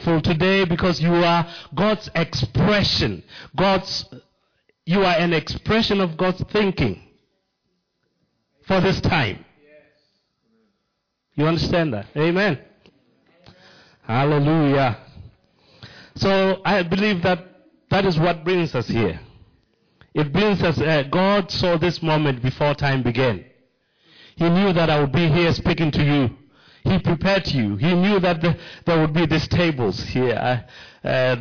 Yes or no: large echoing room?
yes